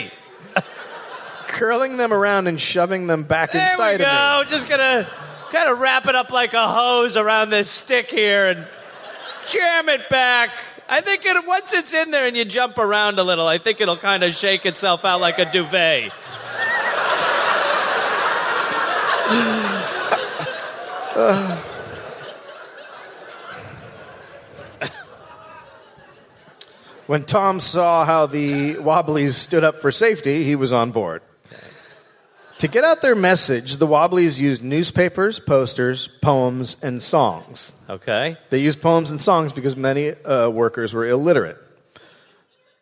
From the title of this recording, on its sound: (Live)